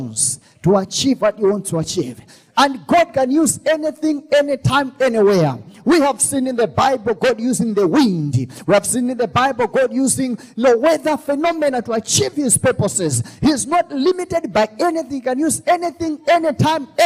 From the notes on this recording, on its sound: This episode was extracted from our Live Church Service